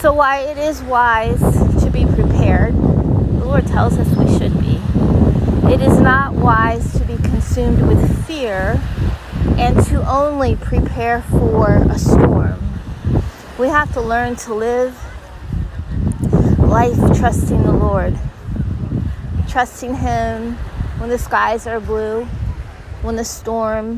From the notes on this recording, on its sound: Take a walk with me down the beautiful shore line of the Gulf of Mexico live today. There's a storm coming.